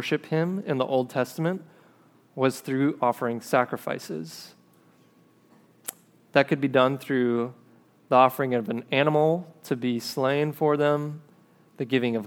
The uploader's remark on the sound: This episode is a recording of a sermon preached at River City Church in Fargo, ND